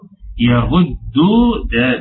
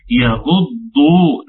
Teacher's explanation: قل للمؤمنين يغضوا، خطأ، يغض بالدال، إنما إحنا عاوزينها يغض، نعم ضاد قوية مفخمة، فيغض من أبصارهم · Shown in: second take